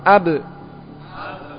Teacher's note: Nah, huruf hamzah ini dan ba dari sisi nafas tertahan, dari sisi suara pun tertahan. Tidak mengalir. · Term: syiddah